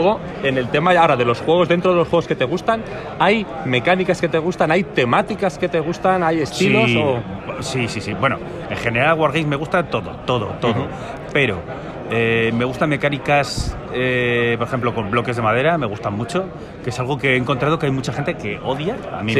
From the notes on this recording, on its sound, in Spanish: Y un poco de sonido ambiente de un Wargame curiosón